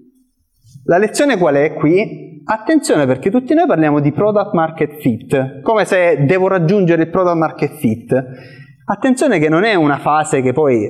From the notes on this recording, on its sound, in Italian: Questo è l’audio del meetup che si è svolto a Roma il 20 aprile 2023.